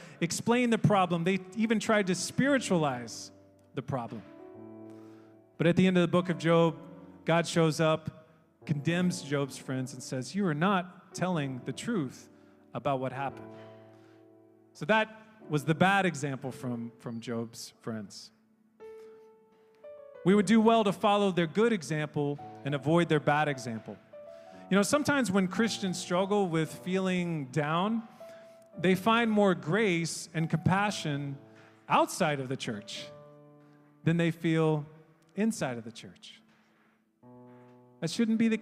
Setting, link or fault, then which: setting, large echoing room